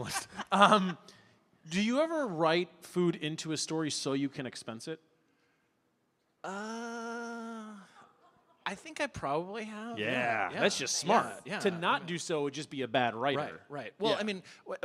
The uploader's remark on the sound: Live at The Kennedy Center